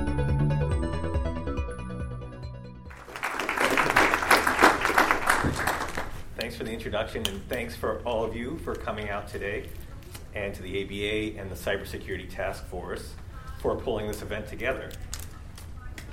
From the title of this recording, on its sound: LIVE at the Annual Meeting